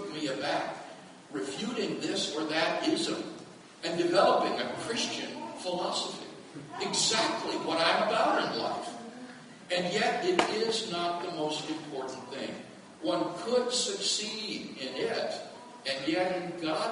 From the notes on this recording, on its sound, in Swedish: Inspelad i Betlehemskyrkan, Stockholm 2012-04-22.